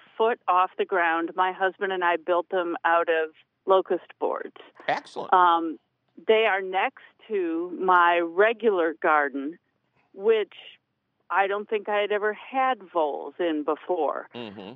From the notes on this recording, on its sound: your fabulous phone calls